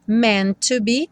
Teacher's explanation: O primeiro T não vai ser pronunciado, você vai ter uma ligação dos dois T's, né? Então tem meant to be, um T só soando.